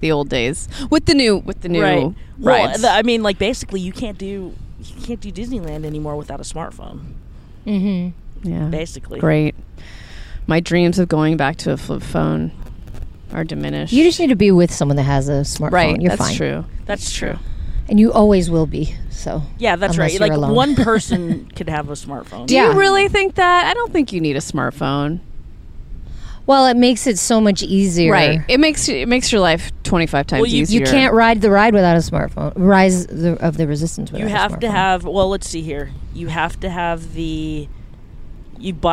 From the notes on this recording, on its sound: We're on location in sunny Sunset Beach, CA.